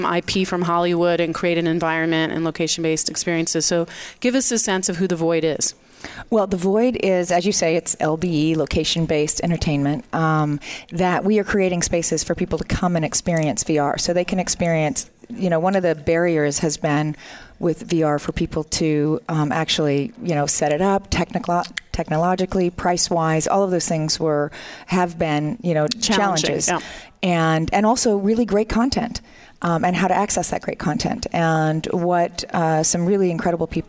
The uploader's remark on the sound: our broadcasts from the Spring Digital Hollywood event with special guests and hosts on site in LA